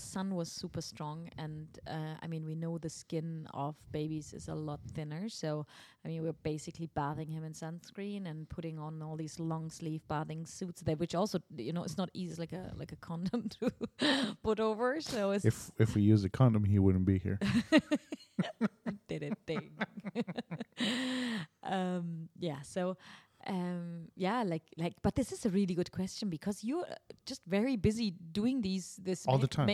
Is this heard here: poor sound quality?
no